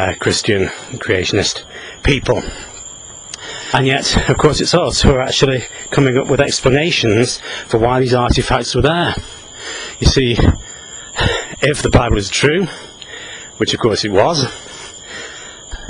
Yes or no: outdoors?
yes